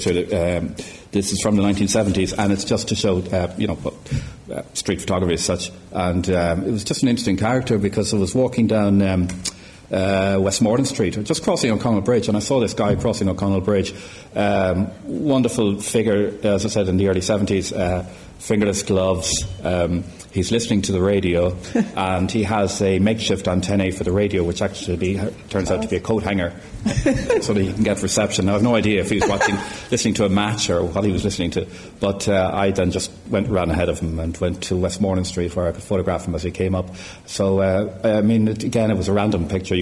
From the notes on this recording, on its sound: This episode was recorded with a live audience at the Gallery.